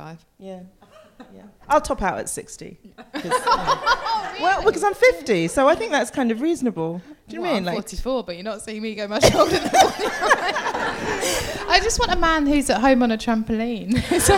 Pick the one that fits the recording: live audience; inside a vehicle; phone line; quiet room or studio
live audience